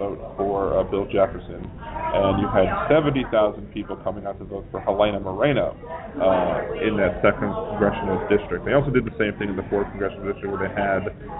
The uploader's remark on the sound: Broadcasting live from Rising Tide X at Xavier University. I will have an open mic to join in the conversation live or you can call in as usual.